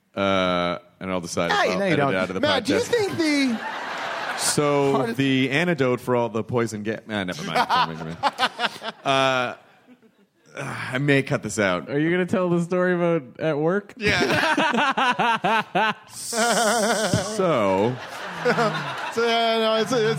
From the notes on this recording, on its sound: Live at SF Sketchfest 2015. It's some LIVE hostful goodness!